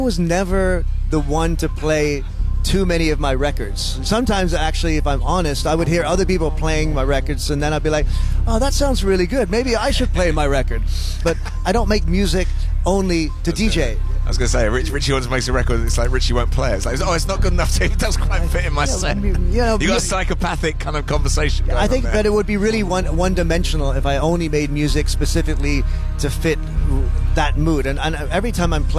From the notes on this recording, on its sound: live at Exchange LA